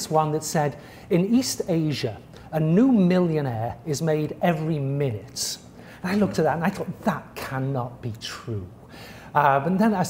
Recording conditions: live audience